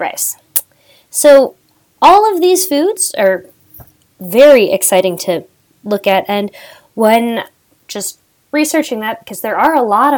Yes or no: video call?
no